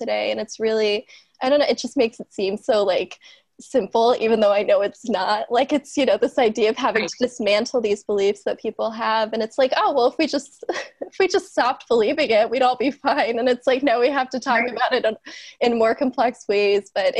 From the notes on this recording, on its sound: This episode was recorded remotely via Zoom for safety during the pandemic, so there might be inconsistencies in the sound.